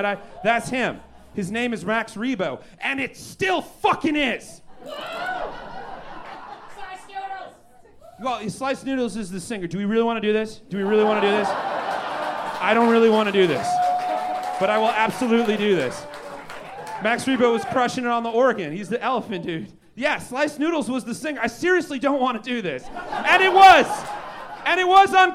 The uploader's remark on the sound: Recorded LIVE at Chicago’s Historic Green Mill Lounge on September 30th 2023